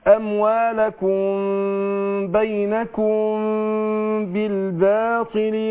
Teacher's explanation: انا عايز السامع يسمع ميم وفي نفس الوقت تكون مخفاه في انفراجة يسيرة فعلا بين الشفتين بس انفراجة يسيرة ما افتحهاش قوي تبقى أموالكم لا أموالكم كن بي ولا مغلقة تماما.